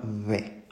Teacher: Para decir la B, nosotros solo utilizamos los dos labios. Dejamos un poco de hueco entre ellos y dejamos que el aire salga diciendo B, ¿vale? · Term: sonido bilabial